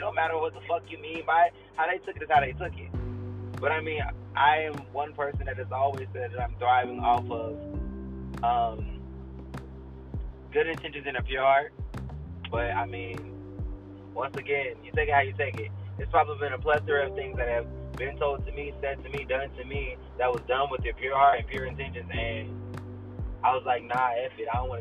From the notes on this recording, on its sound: sorry about the horrible audio